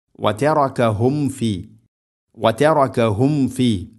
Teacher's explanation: ശ്രദ്ധിച്ചുകൊണ്ട് മീമിനെ പൂർണ്ണമാക്കണം. മീം എന്ന അക്ഷരം പൂർണ്ണമാവണമെങ്കിൽ രണ്ട് ചുണ്ട് തമ്മിൽ തട്ടണം